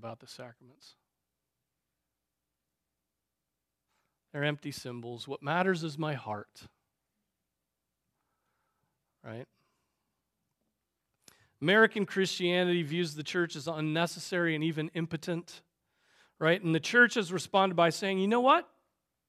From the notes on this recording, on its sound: Preached on November 5, 2023 at Trinity Presbyterian Church ( Evangel Presbytery ) in Spartanburg, SC.